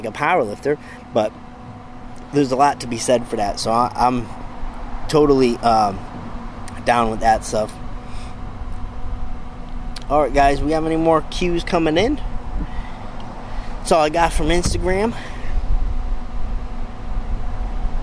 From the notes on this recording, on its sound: Bench Talk LIVE: Out by the BBQ Pit!